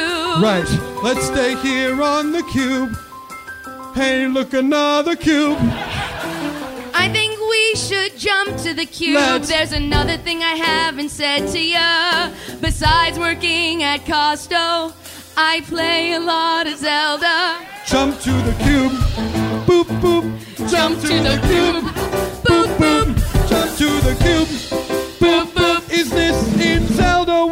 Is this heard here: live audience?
yes